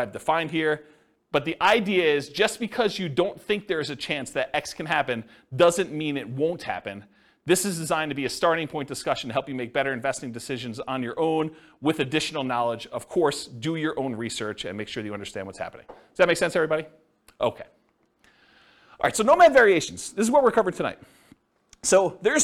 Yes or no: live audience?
yes